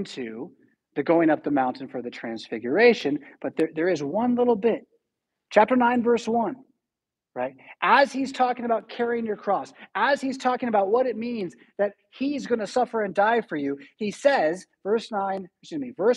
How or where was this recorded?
large echoing room